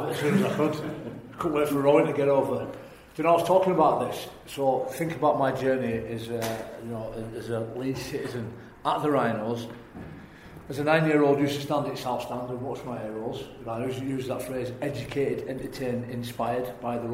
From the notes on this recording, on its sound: LIVE in Leeds. Kicking off our tour as part of the Rugby League World Cup Cultural Festival, we were live in front of an audience at Leeds Central Library.